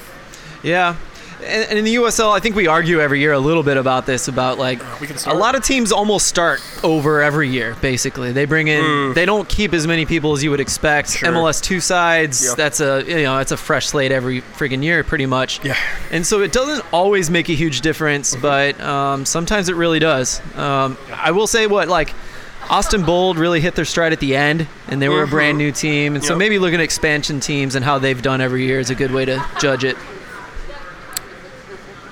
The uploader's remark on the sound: joins the show in Baltimore from the United Soccer Coaches Conference